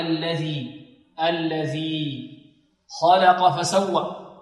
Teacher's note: عندنا كلمة خلق فيها الخاء هذه مفخمة واللام مرققة والقاف مفخمة